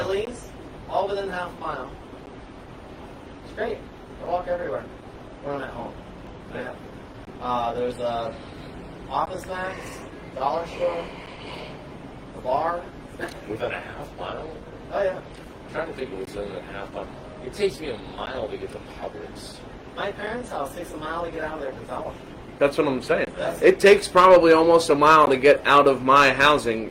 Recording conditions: poor sound quality